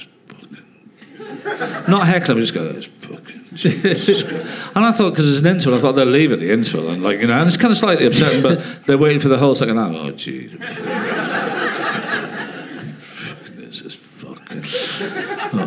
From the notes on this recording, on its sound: Leicester Square Theatre Podcast.